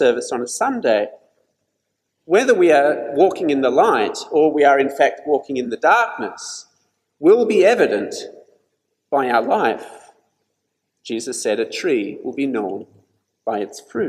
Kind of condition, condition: setting, large echoing room